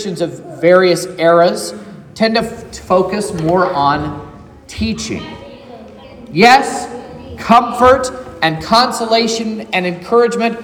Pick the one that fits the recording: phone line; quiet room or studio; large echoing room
large echoing room